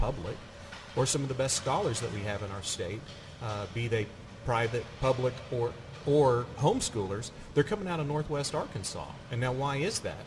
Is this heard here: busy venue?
yes